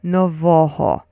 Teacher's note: So so say novoho, but only with the stress on the middle syllable, which is novoho.